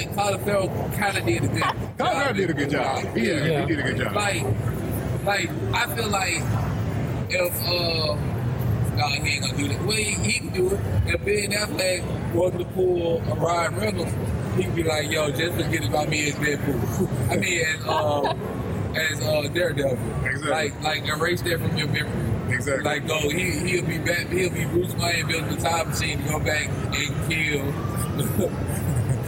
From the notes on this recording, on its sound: LIVE from Comicpalooza 2018